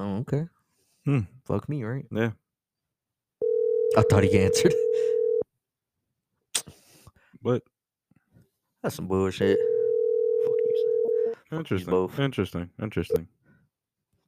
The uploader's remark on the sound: The Phone Call Episode